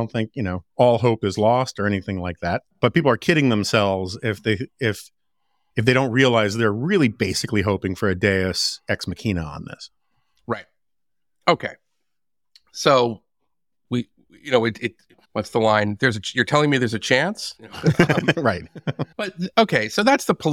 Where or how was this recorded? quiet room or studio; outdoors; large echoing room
quiet room or studio